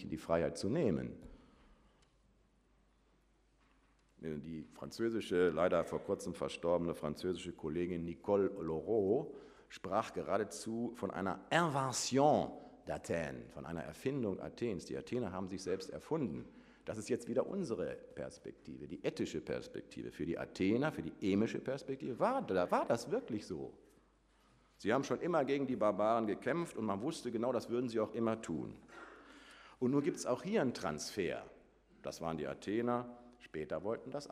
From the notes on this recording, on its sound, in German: Vortrag im Rahmen der Samstags-Uni